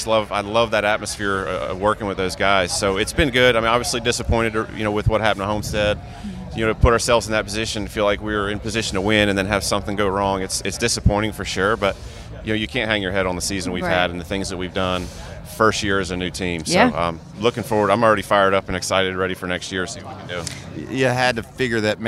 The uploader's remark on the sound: From the NASCAR Awards red carpet. Live from the red carpet in Nashville!